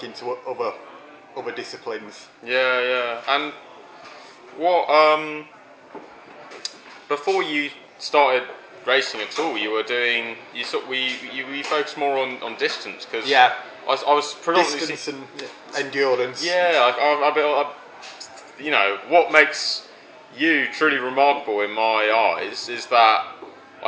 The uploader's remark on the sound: Apologies for any background cafe noise.